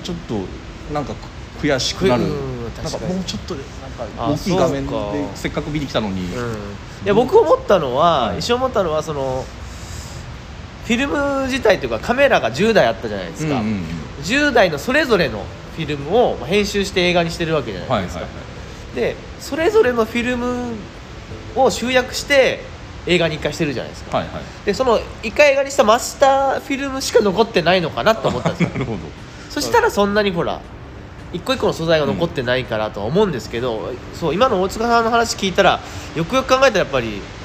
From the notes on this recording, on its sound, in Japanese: 野外でこのPodcastを収録しました。映画館で『Get Back』を見た直後で野外収録！